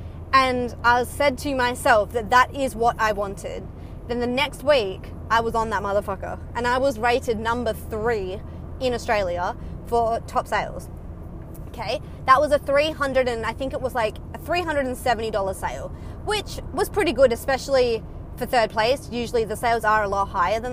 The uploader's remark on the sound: Casual chats while driving home from work